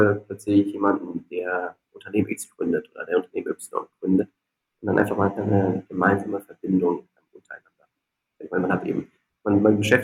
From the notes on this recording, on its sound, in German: daher ist die Aufnahme leider nicht von der besten Qualität